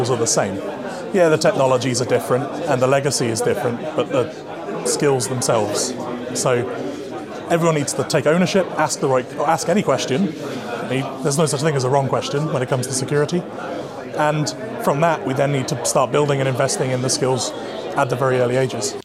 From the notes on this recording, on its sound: Chatting transport technology at the TTF Conference. As we chat to people at the Transport Technology Forum Annual Conference in Leeds.